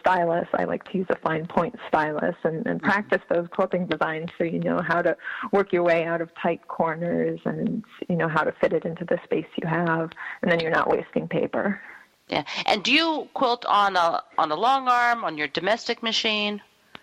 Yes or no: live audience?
no